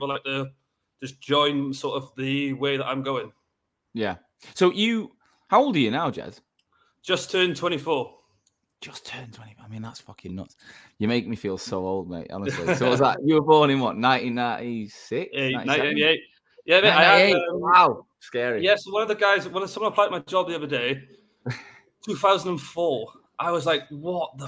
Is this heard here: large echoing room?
no